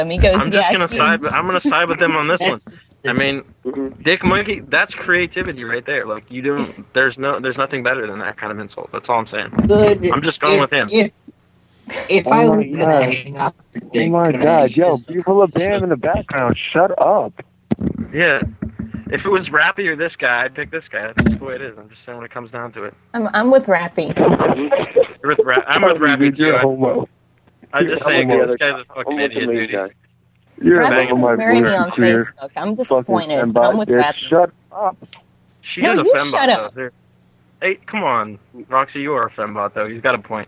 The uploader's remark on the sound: Prank Phone Calls